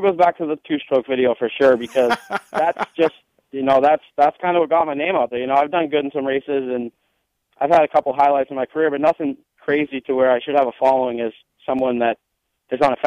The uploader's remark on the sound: In Studio. On the phone tonight. Phones.